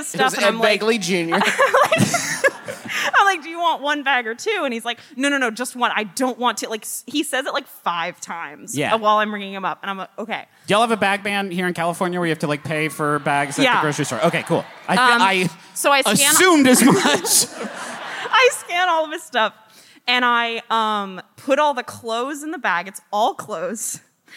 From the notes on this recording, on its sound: Face 2 Face. LIVE from beautiful San Jose.